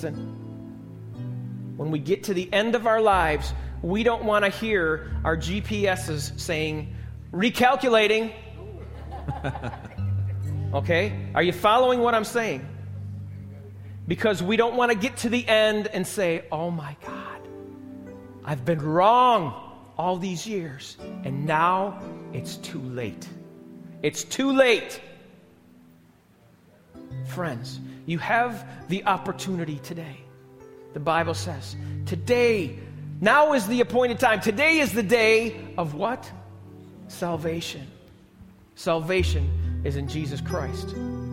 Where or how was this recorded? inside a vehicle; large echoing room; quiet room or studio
large echoing room